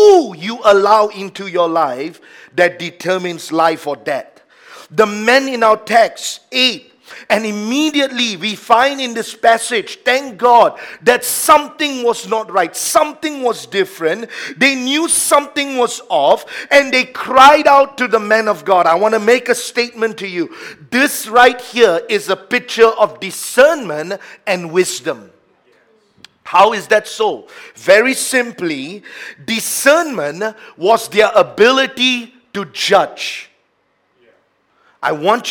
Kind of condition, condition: setting, large echoing room